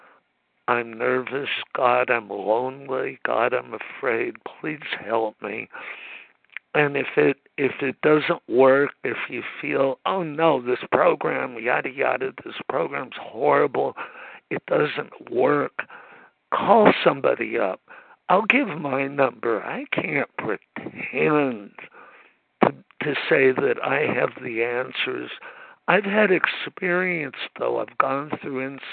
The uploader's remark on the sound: 100 Pounders Phone Meeting